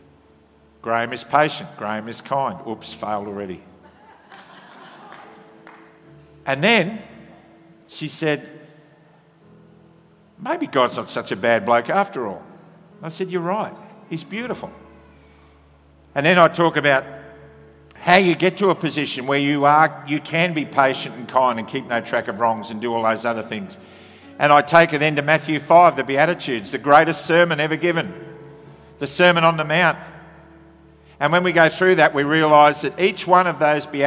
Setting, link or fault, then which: setting, large echoing room